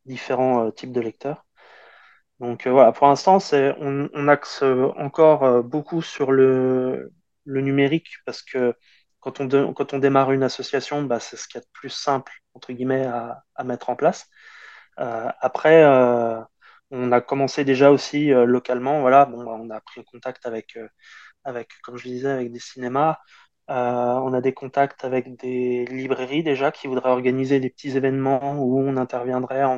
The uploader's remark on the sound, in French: Dans cette interview au format " SuperFriends " et enregistrée à distance.